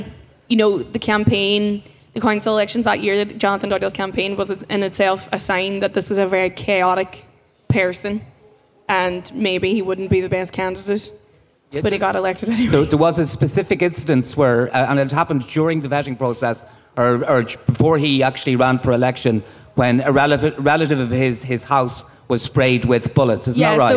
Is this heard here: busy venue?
yes